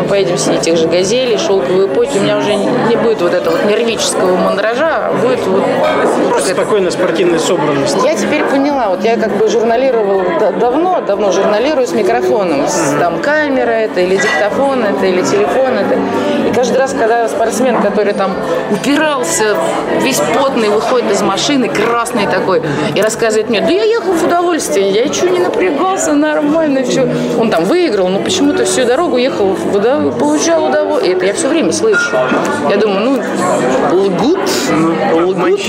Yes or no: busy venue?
yes